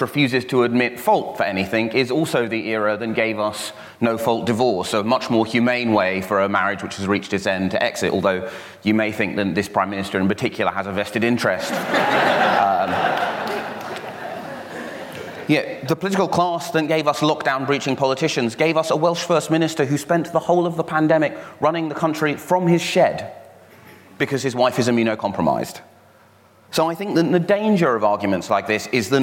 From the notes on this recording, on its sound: recorded live at the Cambridge Literary Festival